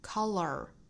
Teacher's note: 这个 color 注意尾部要卷舌